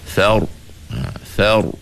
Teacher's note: Bila kita nak tebalkan ra tu, sama macam kita tebalkan qaf tadi, iaitu pangkal lidah kita diangkat. · Kerana setiap ra yang mati sebelum dia berbaris fathah atau baris di atas, maka kena tebal